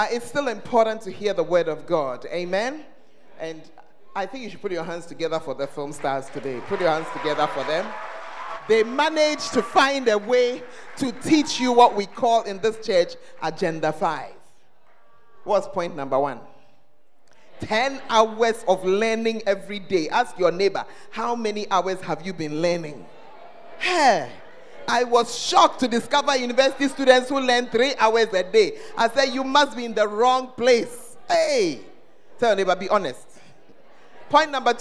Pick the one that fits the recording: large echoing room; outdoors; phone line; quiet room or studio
large echoing room